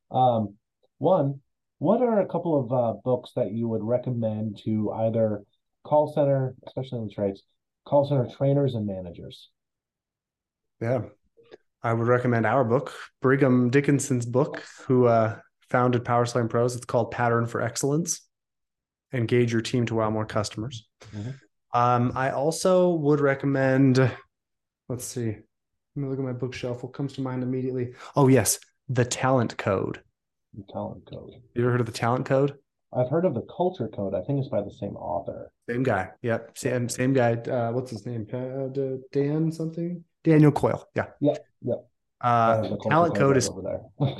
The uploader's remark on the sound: Zooms in to the Studio